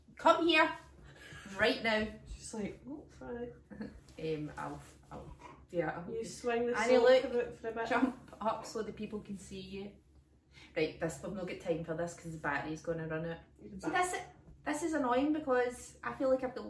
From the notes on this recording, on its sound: The lassies have technical difficulties this week